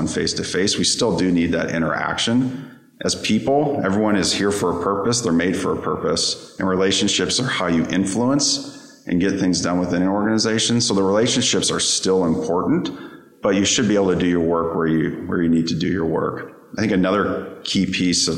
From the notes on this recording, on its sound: We’re recording from Analytics Unite, the three-day live summit that gathered today’s leading minds in retail and consumer goods analytics.